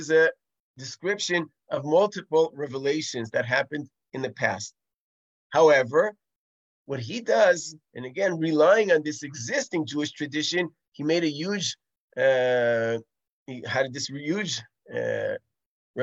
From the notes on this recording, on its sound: This audio was originally captured from Zoom.